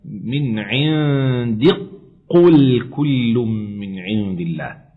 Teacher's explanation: أدغمنا الكاف من كلمة عندك في قاف قل، فصار النطق هكذا من عند قل كل من عند الله.